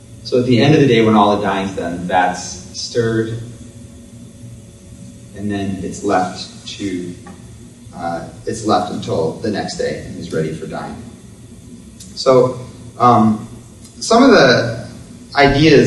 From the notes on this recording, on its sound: Public lecture. Coincides with exhibition.